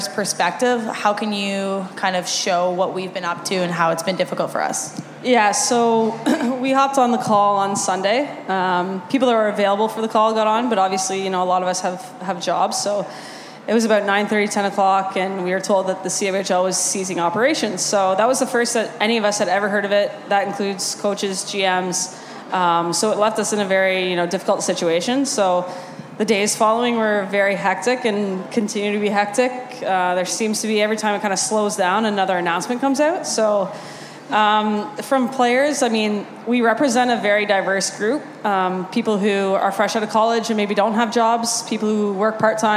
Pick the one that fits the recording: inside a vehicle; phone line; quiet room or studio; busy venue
busy venue